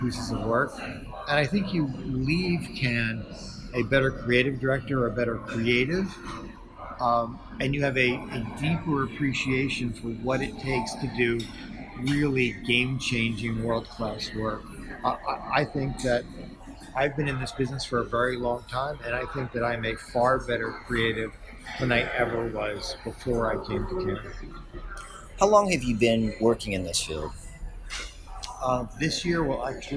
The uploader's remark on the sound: at the 2019 Cannes Lions International Festival of Creativity.